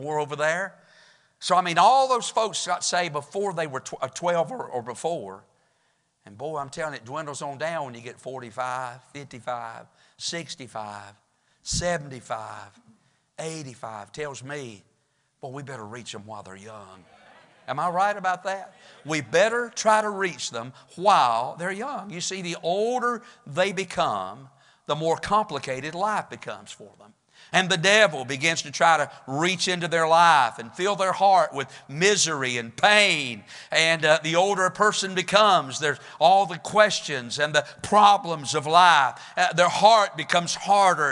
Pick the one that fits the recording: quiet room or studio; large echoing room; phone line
large echoing room